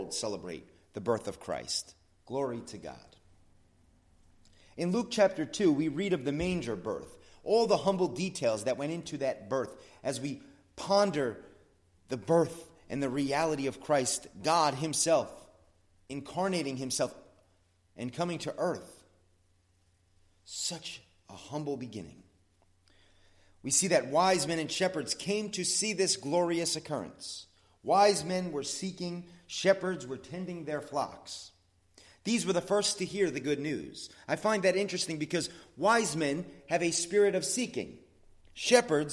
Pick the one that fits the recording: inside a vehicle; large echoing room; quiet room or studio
large echoing room